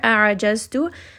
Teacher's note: hamza is going to be from the lower throat, ayn is going to be from the middle of the throat